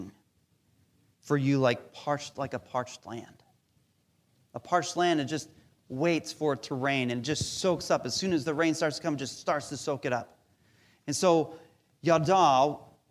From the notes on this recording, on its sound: Recorded live during our Sunday Service